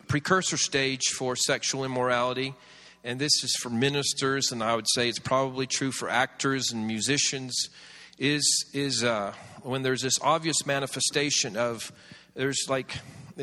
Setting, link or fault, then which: setting, large echoing room